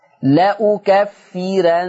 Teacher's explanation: ليه الراء مرققة؟ لأنها مفتوحة ومسبوقة بكسر أصلي · Term: ترقيق الراء